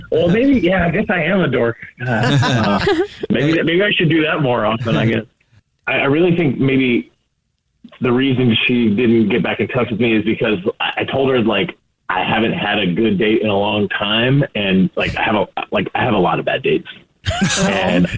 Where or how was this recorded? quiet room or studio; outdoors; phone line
phone line